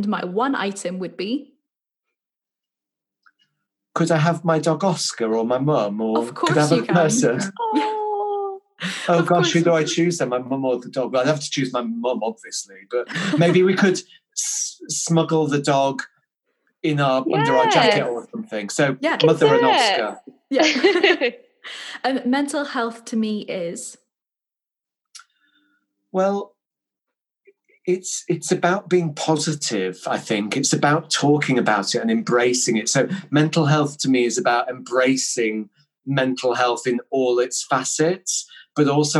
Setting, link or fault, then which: link, video call